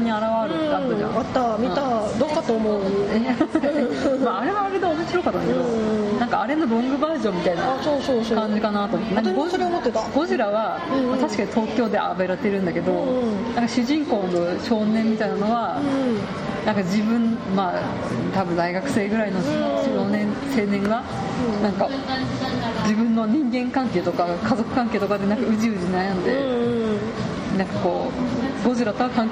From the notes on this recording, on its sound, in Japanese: カフェバーでの収録の為、周囲の音入りまくりです。聞きづらくて申し訳ありません。